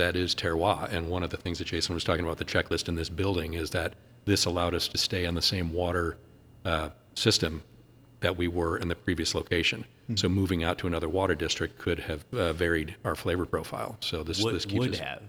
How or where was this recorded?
busy venue